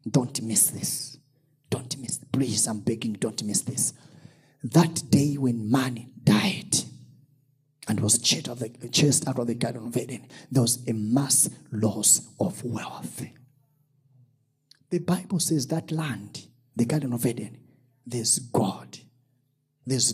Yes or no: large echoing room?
yes